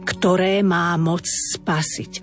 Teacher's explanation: Opäť dve dlhé slabiky za sebou.